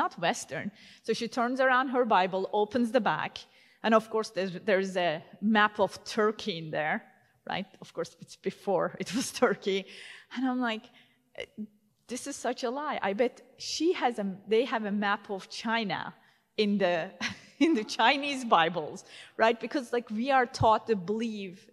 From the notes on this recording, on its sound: at the 2022 Defending the Faith Steubenville Conference